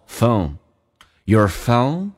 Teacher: 先把 O 发出来，然后慢慢的带一点鼻音就行了，不用刻意，不要提前发 N